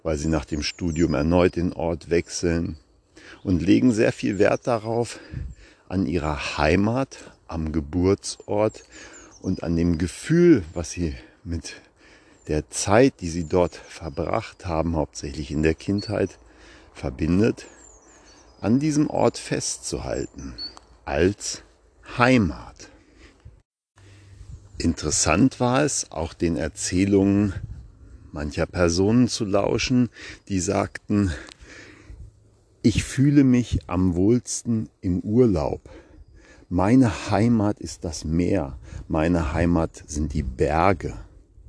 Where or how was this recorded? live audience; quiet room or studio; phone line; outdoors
outdoors